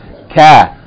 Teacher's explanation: the letter Kaf is cast from the back of the tongue just before the letter Qaf, which is at the end of the tongue before the throat.